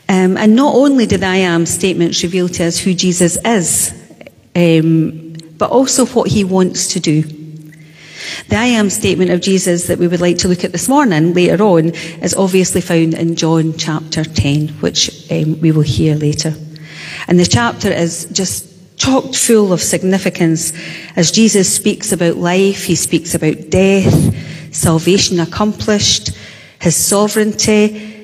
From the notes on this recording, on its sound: Sunday Worship: 20th March 2022 (Live from The Old Kirk). Our live stream of our service.